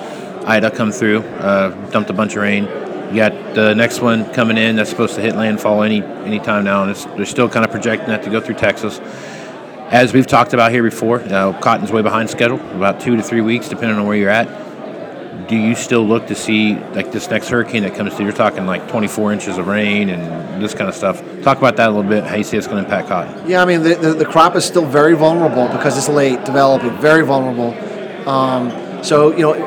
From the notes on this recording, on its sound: live at the Moving Iron Summit